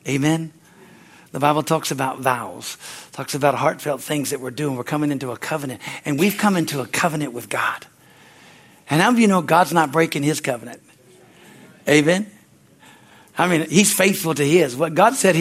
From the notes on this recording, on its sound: from the Sunday service on September 3, 2023 at Harvest Bible Church in Stocton, California